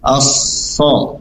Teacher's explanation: sad, ya, dia punya sifat idbar, dia tebalnya di dalam, bukan o tapi as-sol, bukan so tapi as-sol, sol tebal di dalam.